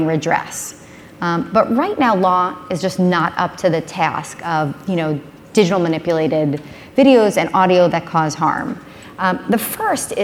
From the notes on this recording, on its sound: spoke at the Page Annual Conference